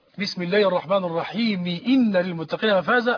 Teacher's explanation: يبقى الوصل يقتضي كسر الميم